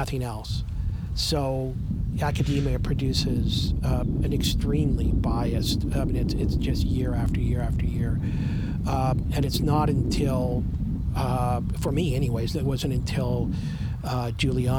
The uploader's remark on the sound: Our apologies for the wind noise!